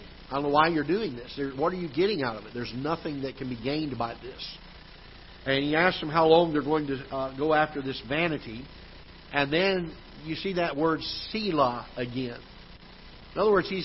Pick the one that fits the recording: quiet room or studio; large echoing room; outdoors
large echoing room